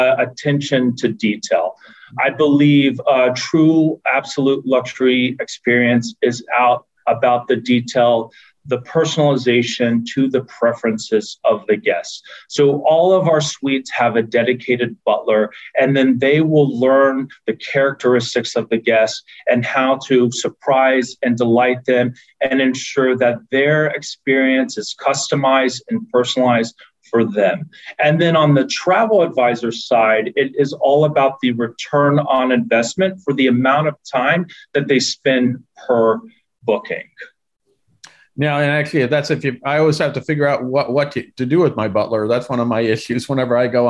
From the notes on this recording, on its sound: In this panel from our Virtual Roadshow series.